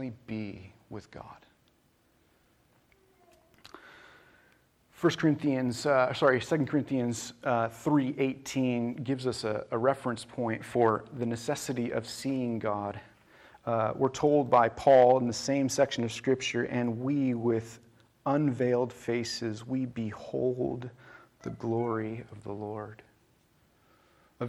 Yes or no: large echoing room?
yes